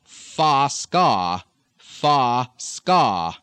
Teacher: Four score. Again, this vowel stem is going to tend to go to ah